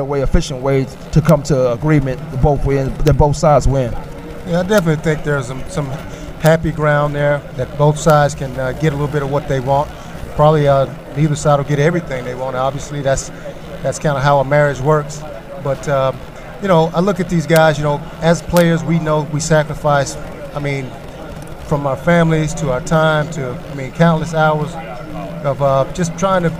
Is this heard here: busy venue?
yes